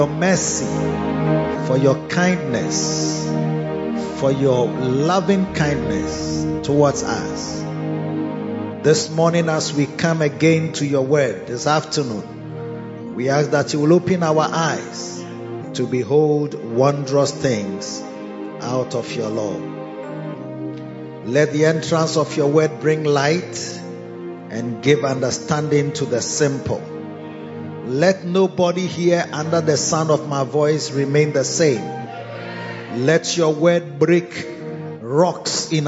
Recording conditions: large echoing room